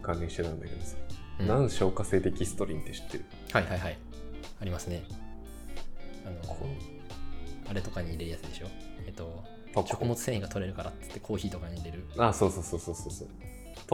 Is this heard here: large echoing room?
no